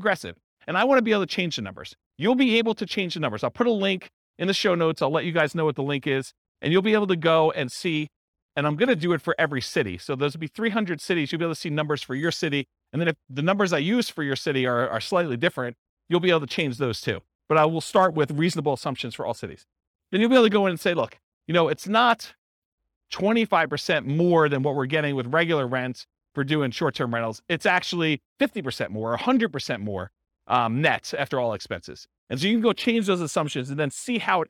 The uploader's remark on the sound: This was a live class recorded